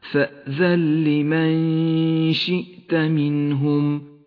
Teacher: النون الساكنة وبعدها حرف اللام، إدغام بلا غنة